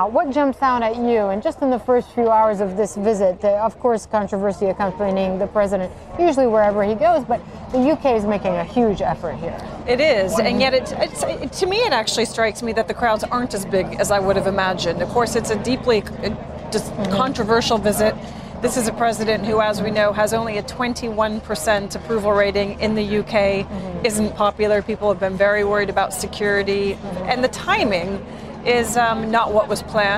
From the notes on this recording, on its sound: live from the New York Stock Exchange